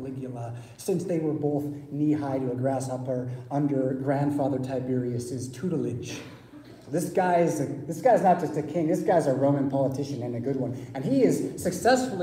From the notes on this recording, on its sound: Preached at St Paul Lutheran Church , Rockford, Illinois on Sunday April 30, 2023.